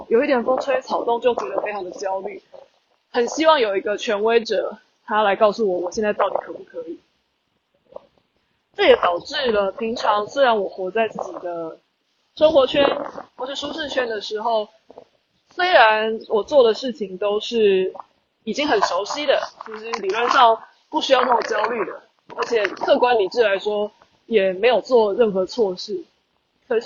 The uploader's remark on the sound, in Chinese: 馬祖旅行中有感而發，在福正海灘邊散步邊錄音，風聲有點大，請包涵。